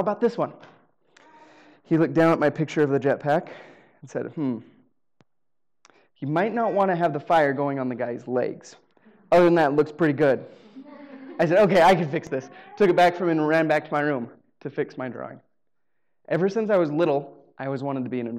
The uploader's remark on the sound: Live Storytelling Show. The recording quality is not super great, but at least it's a taste of being at the live show.